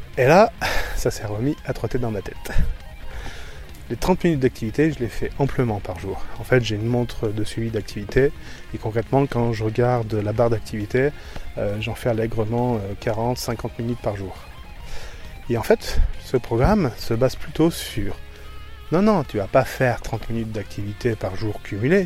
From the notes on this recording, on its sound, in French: Enregistrement avec le Zoom H1 en extérieur à la campagne. Pour correction de niveau de son dans le seconde partie.